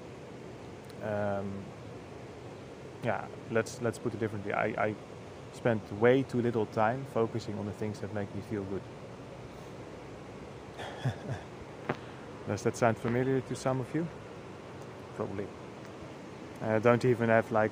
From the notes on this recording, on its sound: I recorded this one at the river, just after breakfast.